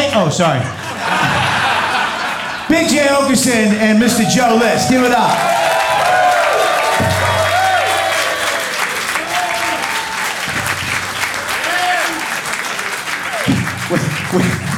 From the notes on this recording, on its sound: Moontower 2023. Filmed live from Moontower Comedy at The Creek and the Cave in Austin Texas.